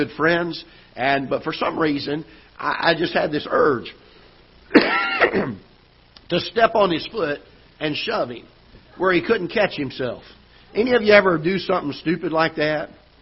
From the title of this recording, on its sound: Ketha Heights Baptist Church ~ Live Broadcast